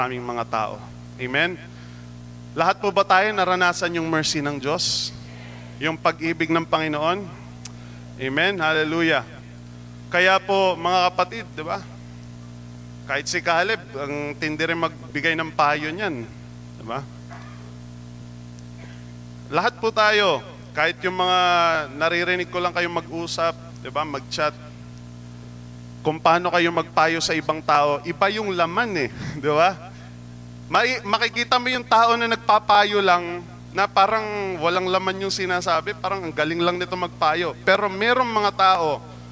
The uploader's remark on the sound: Recorded live at The Shepherd Of Faith Family Church on November 20, 2022.